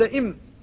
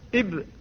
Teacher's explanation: فالميم بضمه والباء بفتحه، إذا قلت إم فستستقر الشفتان على الإطباق، وإذا قلت إب فستستقران على الفتح، والعبرة بنهاية الوضع عند النطق بالحرف، انظر إلى العضو بعد